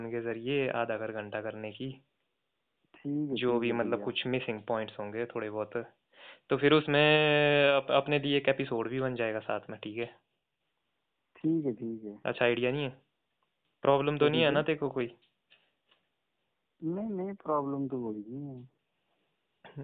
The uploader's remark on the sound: A phone call talk